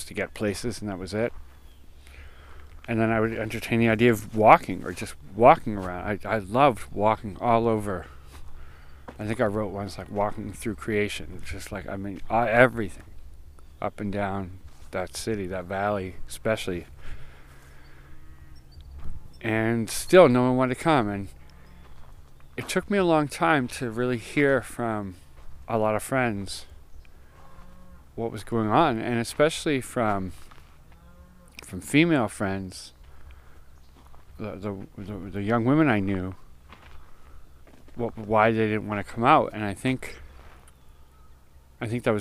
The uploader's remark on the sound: Sharing the sounds I came across recently on late night forays down to the river by my house and in my backyard. The crickets, the random passing plane, the one off calls of birds, the sudden cry of something I do not know… I recorded these.